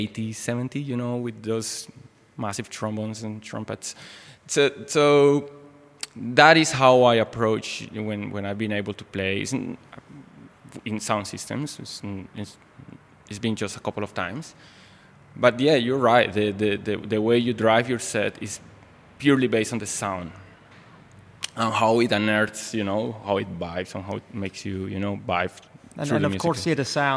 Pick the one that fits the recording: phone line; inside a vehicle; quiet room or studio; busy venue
busy venue